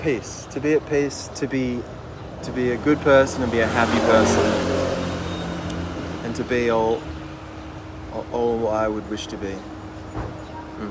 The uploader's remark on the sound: We come to you live (so to speak) from outside the walls of the Vatican, sporting sleek Italian shirts, delicious iced coffees and a will to be free.